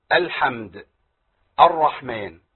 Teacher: والراء مفخمه لانها مشدده بفتح الراء المشدده بفتح والمشدده بضم والمحركه بفتح والمحركه بضم تفخم قولا